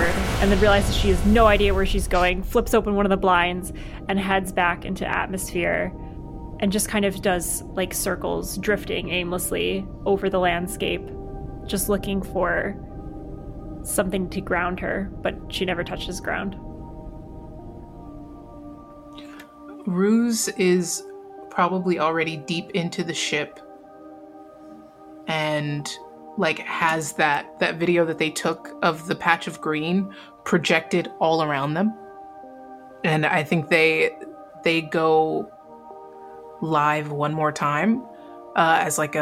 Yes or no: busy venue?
no